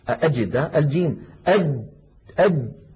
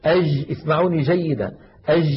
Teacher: مهما ضغطت فإن الجيم العربية الفصيحة شديدة يعني ينحبس الصوت · Shown in: first take